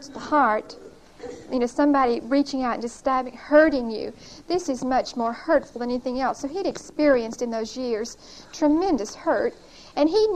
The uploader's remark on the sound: Recorded 9/30/1975 at Whitesburg Baptist Church.